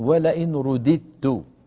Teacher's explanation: من جملة ذلك انظروا إلى الآية 36: ولئن رددت دال تاء، لكن الدال الثانية مدغمة في التاء لأن الدال والتاء من المخرج نفسه، قولوا أد نفس المكان، انتبهتوا؟